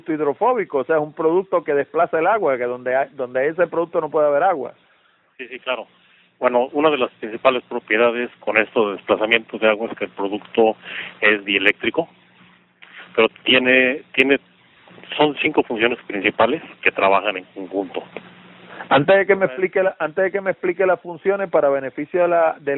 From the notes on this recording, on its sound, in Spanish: No por Skype sino por teléfono tradicional. Así que la calidad del audio no fue necesariamente a la que están acostumbrados los oyentes de Hablando De Tecnología.